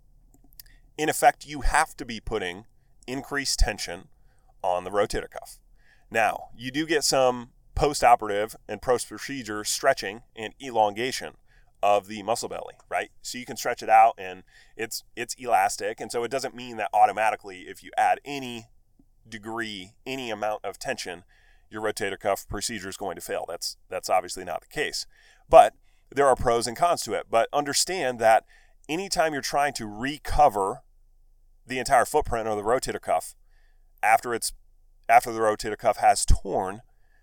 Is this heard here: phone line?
no